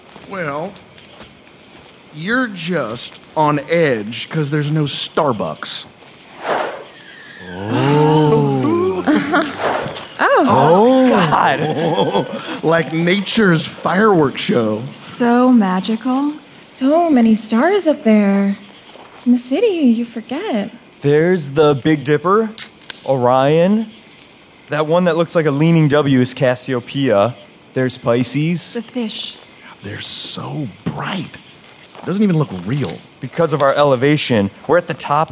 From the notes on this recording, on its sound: Format: Original Recording. Stage a second season of Tales before a live audience at the performance venue Dixon Place in downtown New York City.